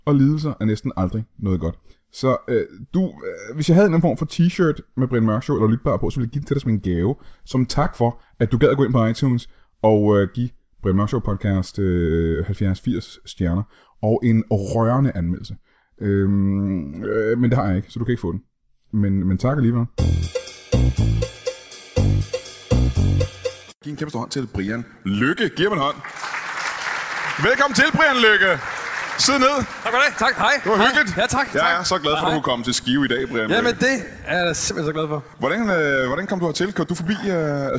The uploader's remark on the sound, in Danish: LIVE fra Skive Teater